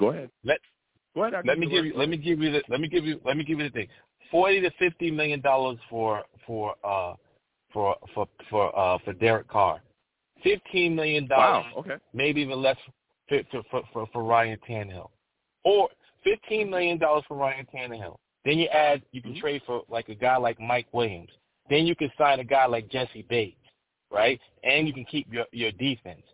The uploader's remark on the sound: I take live callers!